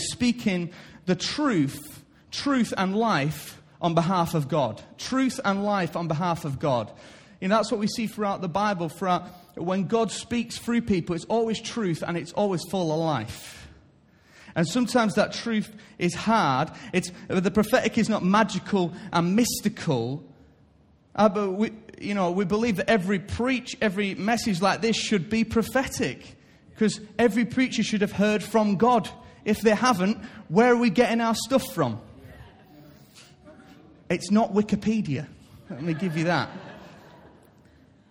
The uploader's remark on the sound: Recorded live at Life Church on Sunday 1st January 2017.